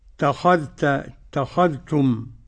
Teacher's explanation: أتخذتم إدغام الذال في التاء من هذه المادة